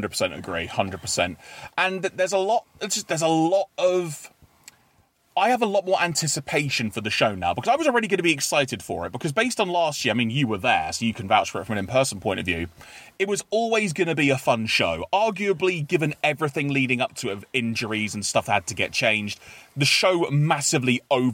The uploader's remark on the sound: gather in the car studio